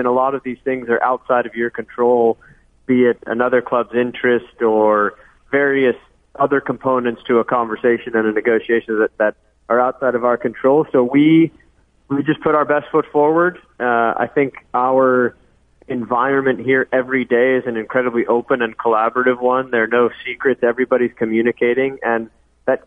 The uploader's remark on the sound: Called. Calls.